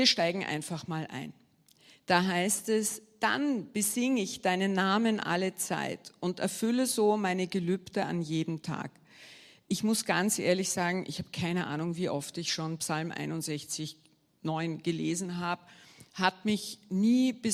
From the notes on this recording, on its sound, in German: Gottesdienst live aus der LIFE Church Wien.